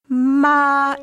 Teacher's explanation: if you take the first tone, ma, it's a flat tone. It's really sung.